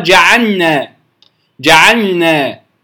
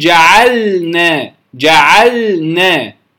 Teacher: لو أخرجت اللام والنون كلاهما من طرف اللسان مباشرة لأدغمت اللام في النون · Shown in: first take · فصارت جعلنا، جعلنا، فلا تظهر اللام.